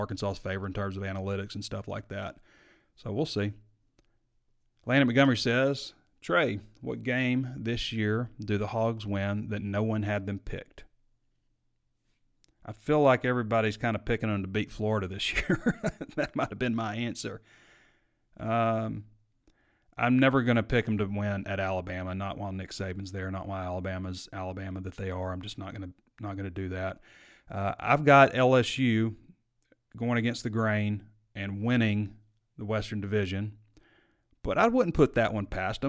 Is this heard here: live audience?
no